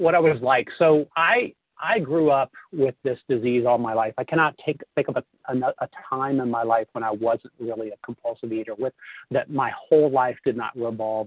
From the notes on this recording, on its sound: 100 Pounders Phone Meeting, 3/28/23